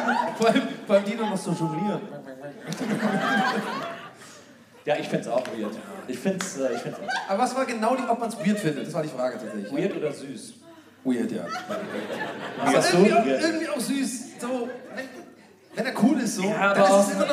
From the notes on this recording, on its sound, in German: Aufgenommen LIVE in Köln am 20.09.2021